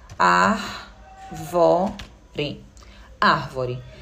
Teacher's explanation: Na palavra árvore, o ar é que é a sílaba mais forte, portanto, a sílaba tônica